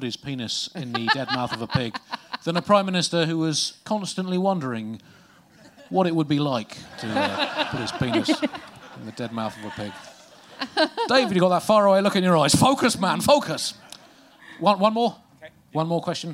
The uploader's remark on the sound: Recorded live at Underbelly Festival in London